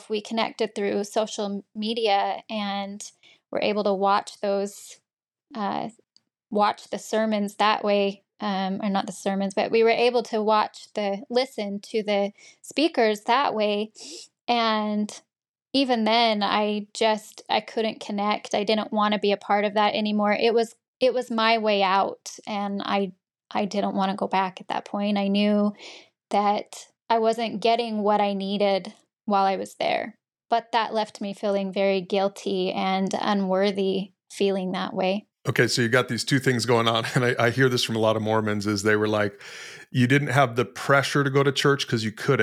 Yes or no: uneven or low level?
no